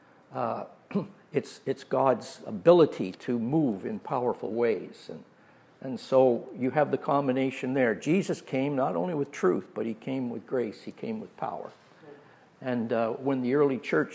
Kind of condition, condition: setting, large echoing room